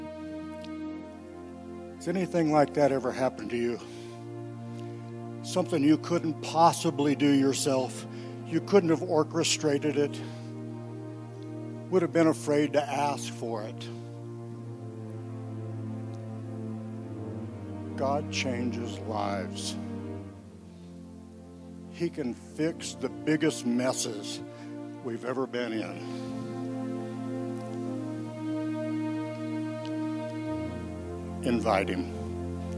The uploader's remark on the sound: Woodland Life Church Live